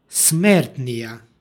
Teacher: T je ovdje izgovorno malo slabije